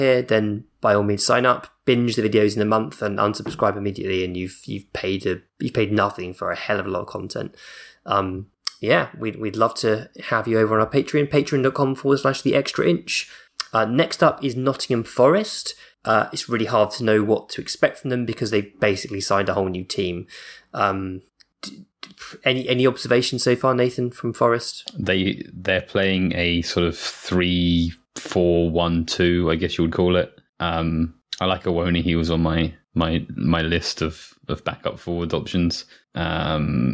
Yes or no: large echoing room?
no